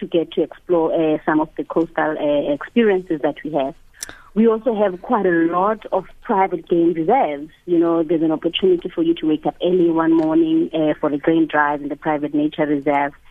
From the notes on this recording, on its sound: GUEST (phone)